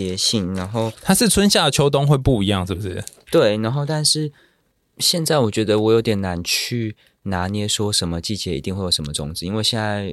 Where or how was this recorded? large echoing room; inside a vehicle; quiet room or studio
quiet room or studio